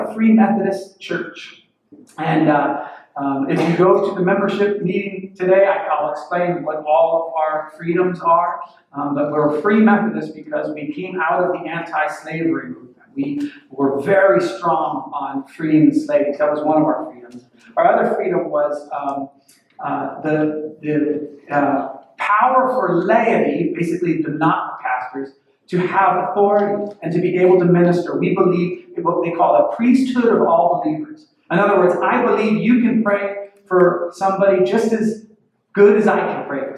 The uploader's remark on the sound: WE ARE SORRY FOR THE POOR AUDIO. WE HAD SOME ISSUES.